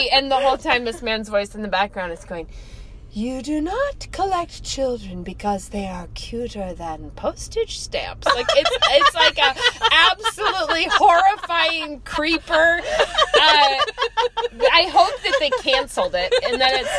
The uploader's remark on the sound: We have. This week we are lurking behind Goodwill in our usual spot. In the car with us!